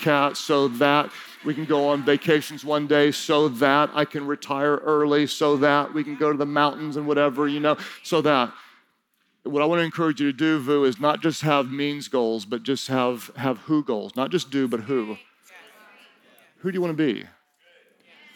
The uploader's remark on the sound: During Session 2 of Team Conference 2019